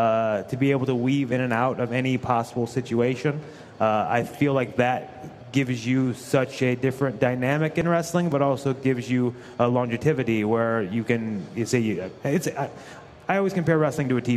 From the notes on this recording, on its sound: LIVE from the LA Convention Center, as they prepare for WrestleMania weekend!